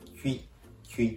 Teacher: 最初、唇を前に尖らしてキュと発音するんですけども、続けざまにイと口を広げて発音する